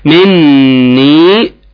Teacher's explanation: النون مشدده وتغني مقدار حركتين